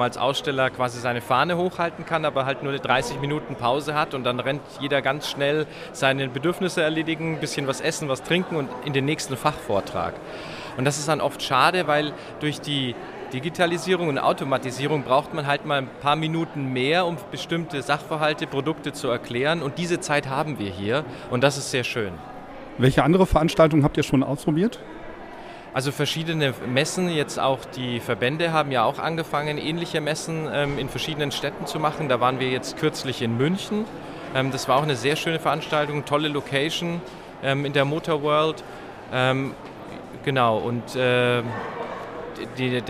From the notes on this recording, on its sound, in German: Live von der StB EXPO in Köln. Heute machen wir gemeinsam mit Euch mal einen kleinen Ausflug nach Köln und schauen uns auf der StB EXPO um.